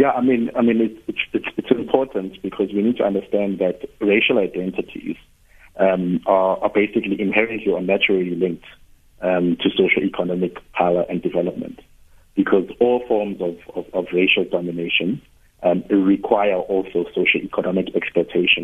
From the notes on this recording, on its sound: Guest (phone)